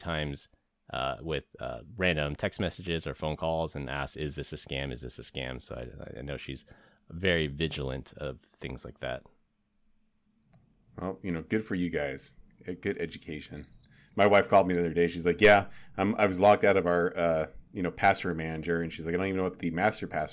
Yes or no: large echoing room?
no